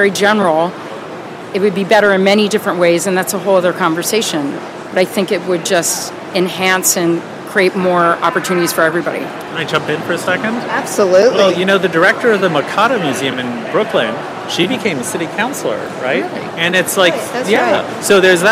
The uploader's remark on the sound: Live from Untitled Art Fair